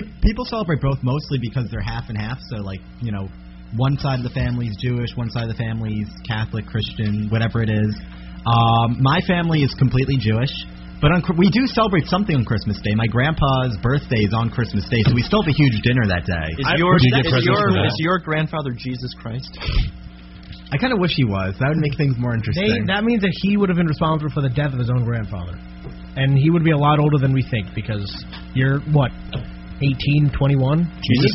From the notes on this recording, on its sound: We apologize in advance for the low quality audio. There was an error with our recording device.